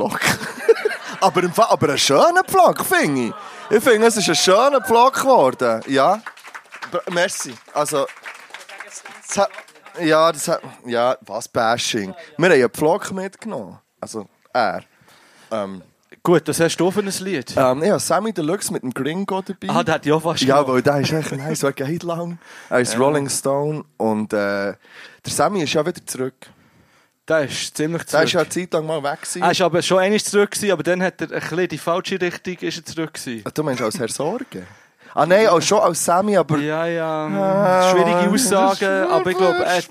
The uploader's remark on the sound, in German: Wir waren live in der Mahogany Hall und es war wunderbar.